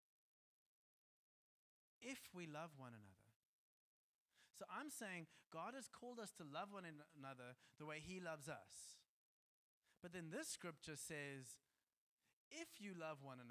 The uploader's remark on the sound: Joshua Generation Church Milnerton congregation